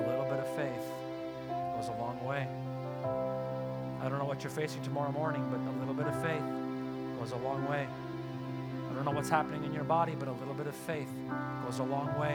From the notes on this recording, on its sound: Sunday Service live broadcast